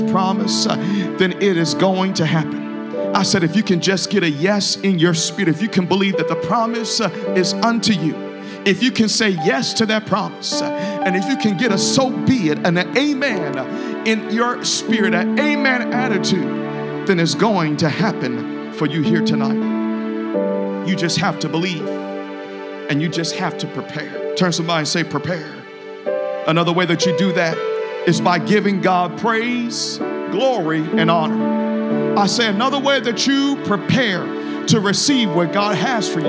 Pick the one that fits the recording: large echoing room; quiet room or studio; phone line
large echoing room